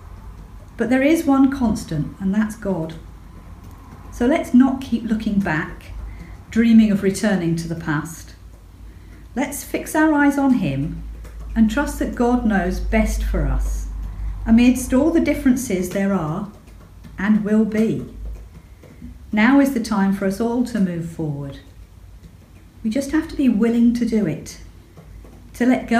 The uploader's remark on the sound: an Evening Service, recorded in St Pauls